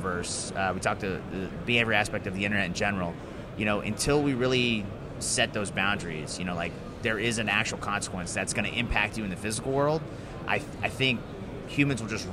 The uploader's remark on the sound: LIVE AT GSX